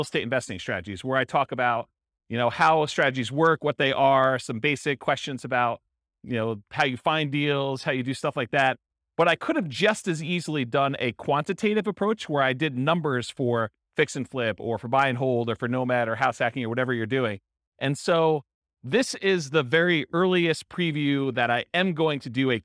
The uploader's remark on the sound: This was a live class recorded to give investors a solid qualitative overview of all the different real estate investing strategies. Cape Coral, Florida.